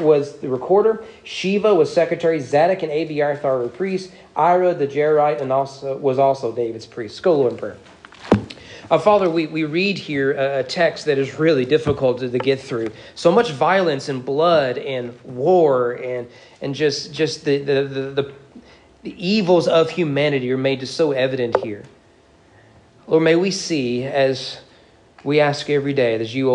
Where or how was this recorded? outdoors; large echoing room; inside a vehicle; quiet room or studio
large echoing room